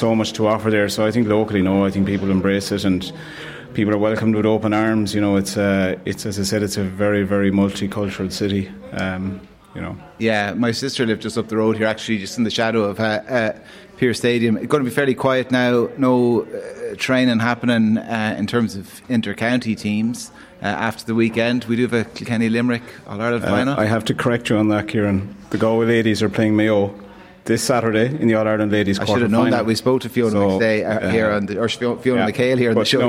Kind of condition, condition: setting, busy venue